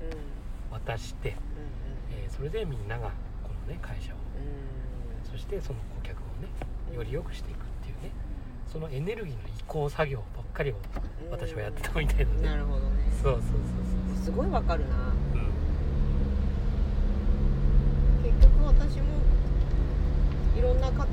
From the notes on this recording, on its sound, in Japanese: 今夜は移動中収録です 最後バックのピーピー音入ってすみません。移動型教室WAFF》。